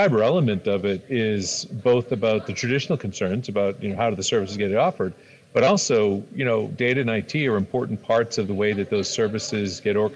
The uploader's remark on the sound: At the National Association of Counties (NACo) conference in Aurora, Colorado. Attempts to remotely highjack the microphone.